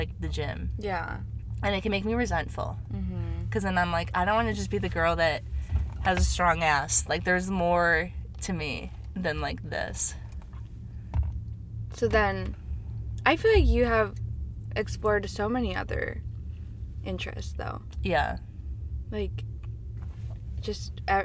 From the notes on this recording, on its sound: Buckle up, we're in the car again baby.